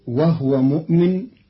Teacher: قرأ قالون كلمة وهو بإسكان الهاء، فتصير وهو مؤمن والضم والإسكان في لغة العرب.